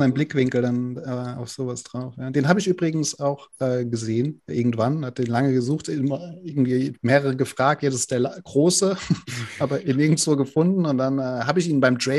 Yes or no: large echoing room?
no